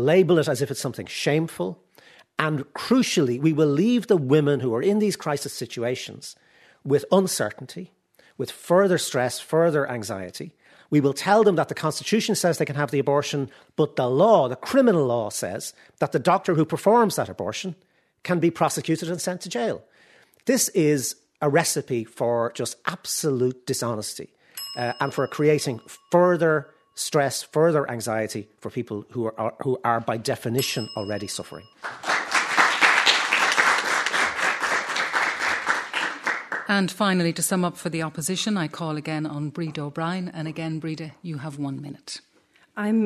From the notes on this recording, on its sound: Audience: Mount Temple Comprehensive School.